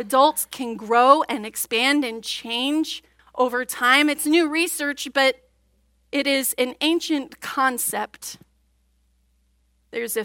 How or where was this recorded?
large echoing room